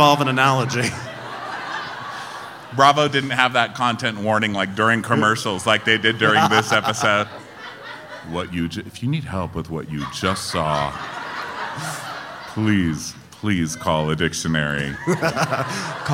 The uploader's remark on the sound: Live from Denver